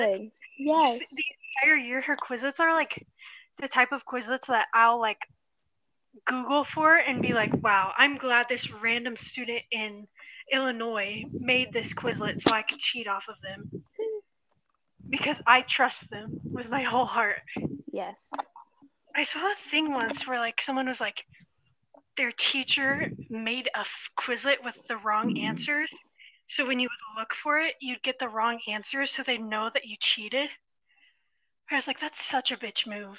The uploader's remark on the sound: Thats sounds so bad.